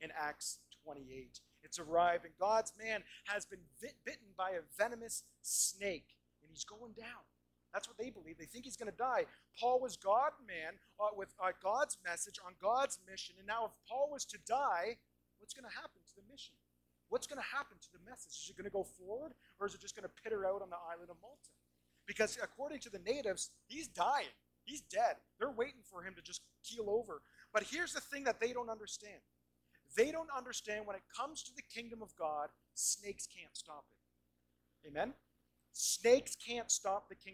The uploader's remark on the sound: We do apologize for this week's audio quality!